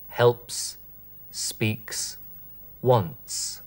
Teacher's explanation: Ein sogenanntes stimmloses S, ohne Stimmton.